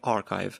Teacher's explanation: Э, я его произнес, произнес как архив, имея в виду какие там звуки, но при этом не уточнил, что по-английски ударение там на первый слог. То есть по-английски он все-таки archive.